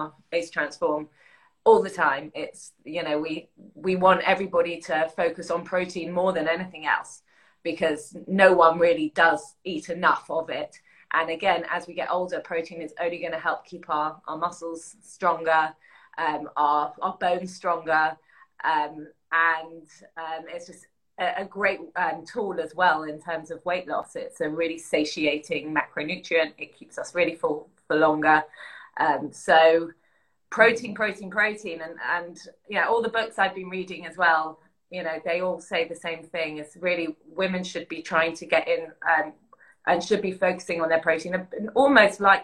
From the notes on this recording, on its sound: We have uploaded an instagram live we did